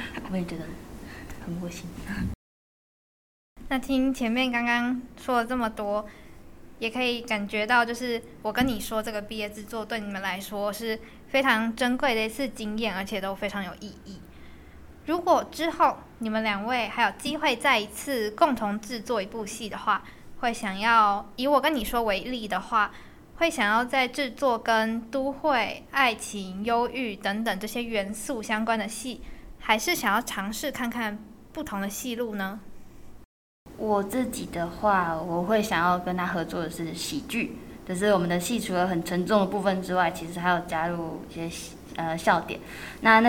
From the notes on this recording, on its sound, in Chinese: 由於場地問題，這次雜音比較明顯。